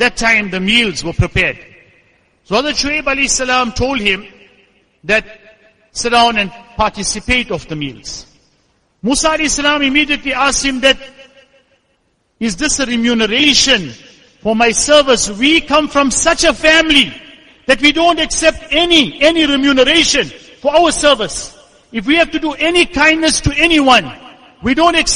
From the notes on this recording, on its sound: Jumuah lecture